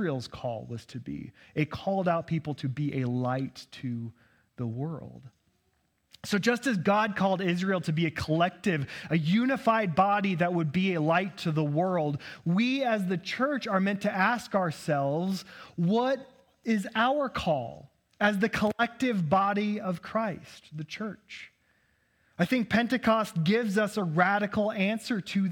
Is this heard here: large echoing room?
yes